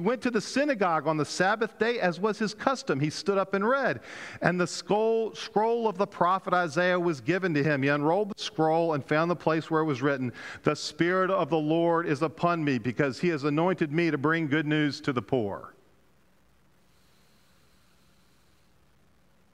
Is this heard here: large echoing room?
yes